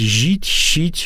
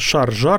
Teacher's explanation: жить и щить мягкие шипящие в паре с твердыми идут · Shown in: first take